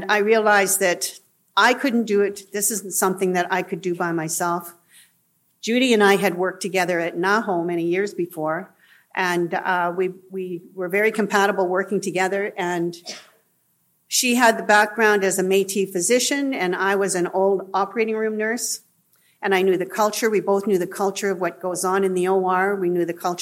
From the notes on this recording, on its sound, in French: Il a été enregistré lors de la réunion nationale du Centre de collaboration nationale de la santé autochtone (CCNSA) sur le choix et le consentement culturellement éclairés dans les services de santé autochtones, qui s’est tenue à Ottawa.